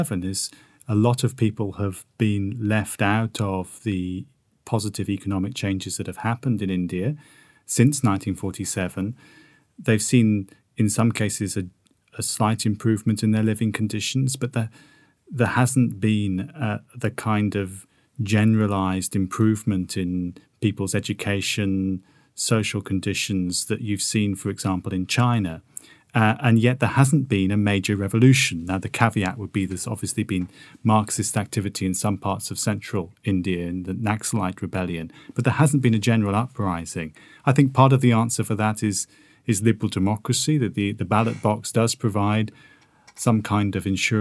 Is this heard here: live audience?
no